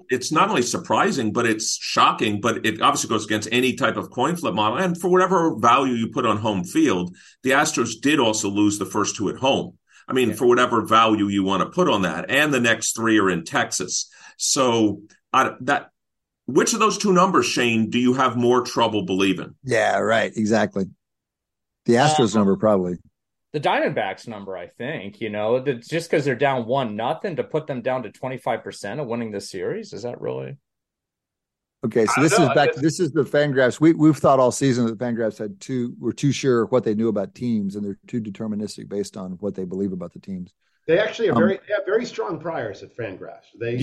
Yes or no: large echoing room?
no